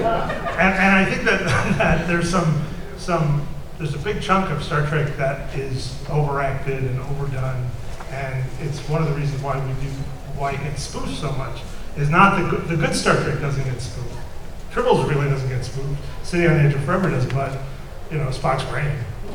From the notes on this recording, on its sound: Panel discussion at Long Beach Comic Con (2017).